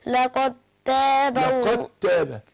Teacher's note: هندغم الدال بتاعت لقد في التاء